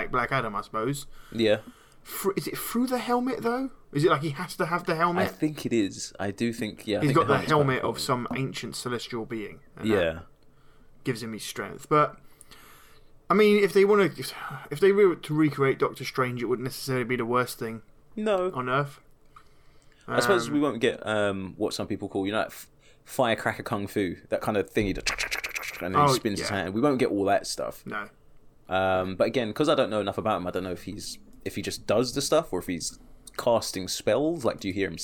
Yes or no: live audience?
no